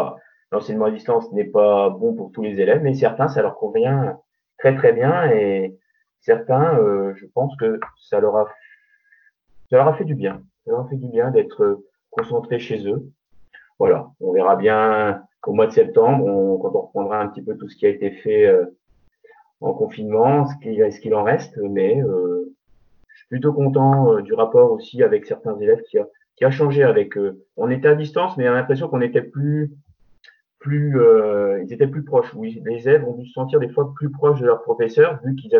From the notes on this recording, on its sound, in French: Cette émission a été enregistrée par visioconférence